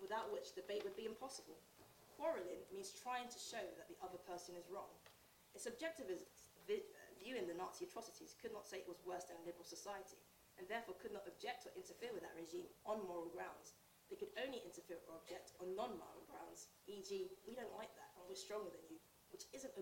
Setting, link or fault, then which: fault, uneven or low level